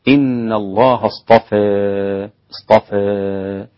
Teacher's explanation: كلمة اصطفى أمالها الإمام حمزة والكسائي وخلف · Term: الإمالة